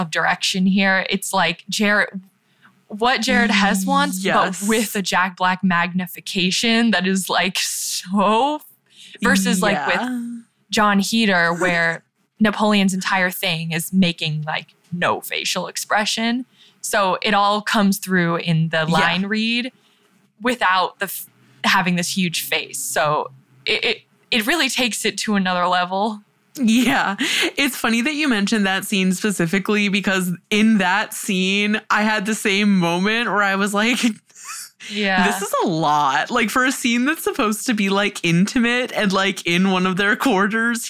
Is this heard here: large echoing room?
no